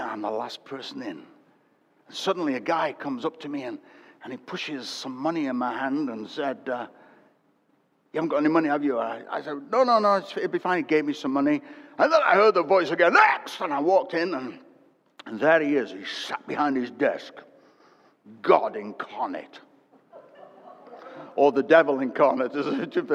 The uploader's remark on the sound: Recorded at Destiny Christian Church, UK, WF1 4AF.